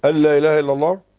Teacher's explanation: وهي فيها إدغام بدون غنة